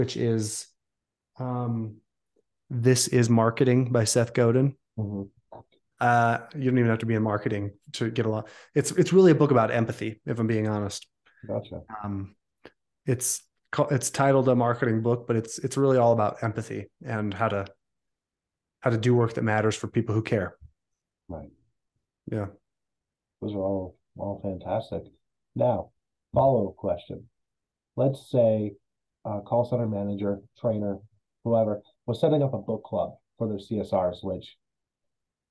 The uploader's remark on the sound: Zooms in to the Studio.